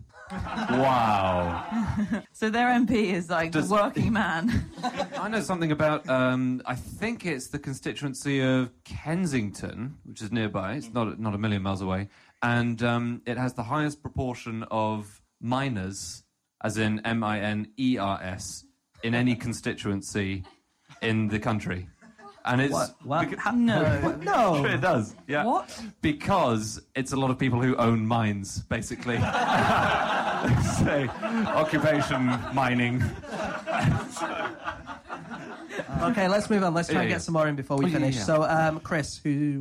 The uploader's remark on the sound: Live from The Aces and Eights Bar in Tufnell Park. Discuss facts suggested from the audience.